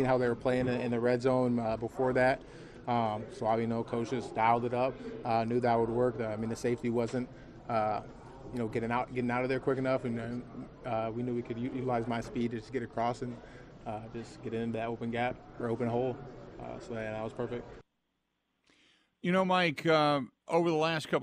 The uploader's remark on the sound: Closes the show live from Green Bay with sound from the Packers locker room and observations from the game.